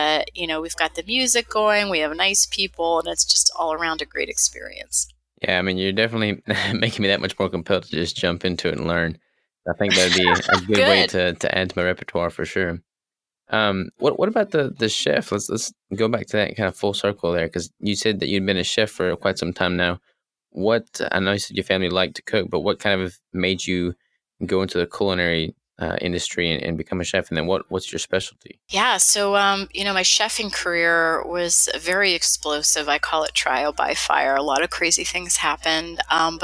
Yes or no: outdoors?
no